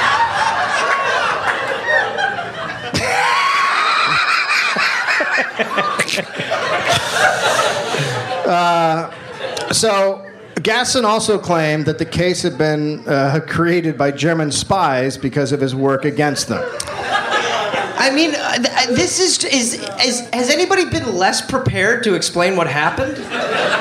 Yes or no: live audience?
yes